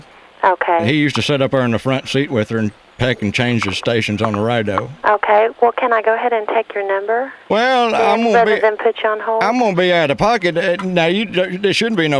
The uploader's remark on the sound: Prank Phone Calls